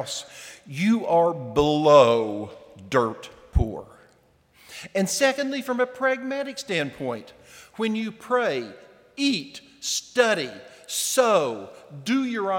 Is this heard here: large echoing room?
yes